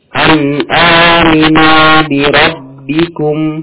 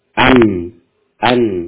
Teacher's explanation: Nunnya masih gunnah, akan tapi naqisah. · Term: gunahnya naqisah